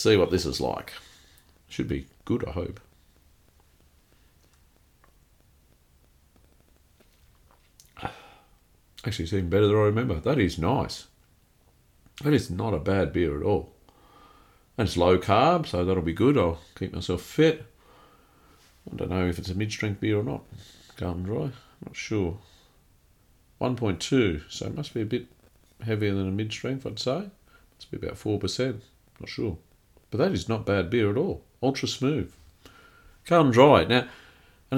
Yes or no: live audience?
no